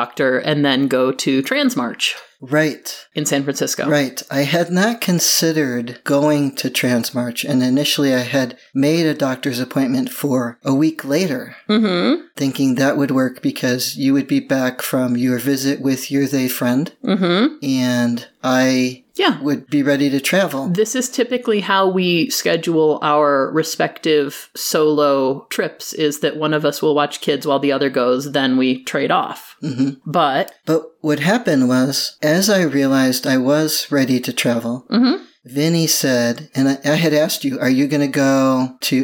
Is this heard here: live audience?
no